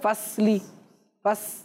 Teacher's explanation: अगर आप स्वाद को बारीक पढ़ेंगे तो अब ये स्वाद नहीं है, अब ये सीन बन जाएगा। सीन का साउंड होता है ना ऐसे फसली, फस, तो सीन का साउंड होता है।